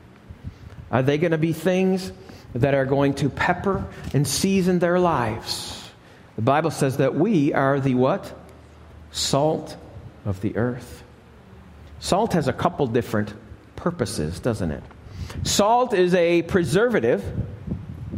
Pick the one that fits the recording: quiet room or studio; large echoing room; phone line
large echoing room